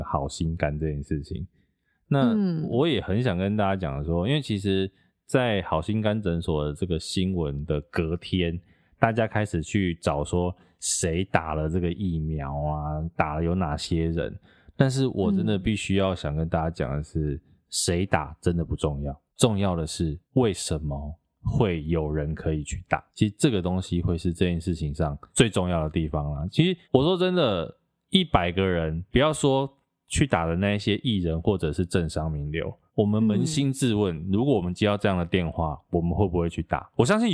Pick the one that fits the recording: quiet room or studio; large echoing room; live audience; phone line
quiet room or studio